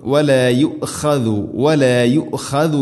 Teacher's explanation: ഇവിടെ ഹംസയുടെ ഉച്ചാരണമാണ് ശ്രദ്ധിക്കേണ്ടത്. കൽക്കല ചെയ്യാതെ കൃത്യമായിട്ട് അതിനെ ശബ്ദത്തിൽ കൊണ്ടുവരണം.